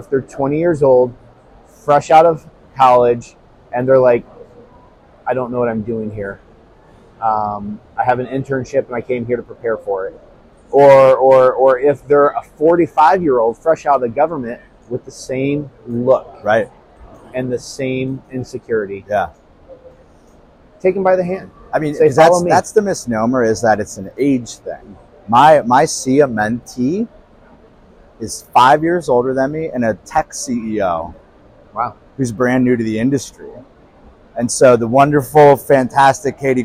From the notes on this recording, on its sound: Live from GSX 2023. Outside of the show floor on Day 3 at GSX.